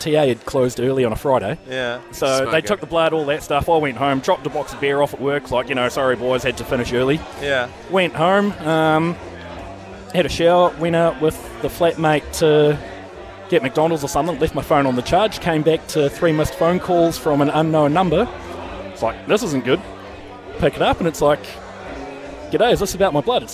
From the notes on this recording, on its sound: At a pub. From Last Place pub in Hamilton.